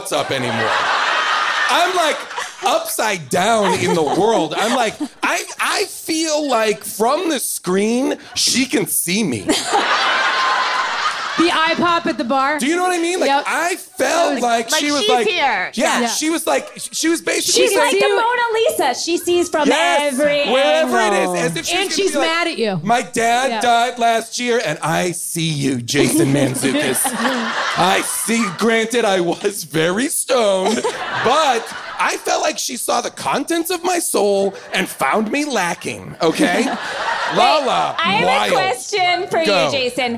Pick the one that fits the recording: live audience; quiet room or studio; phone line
live audience